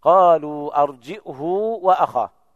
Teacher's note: يثبتون الهمز بين الجيم والهاء مع ضم الهاء وصلتها بواو لفظية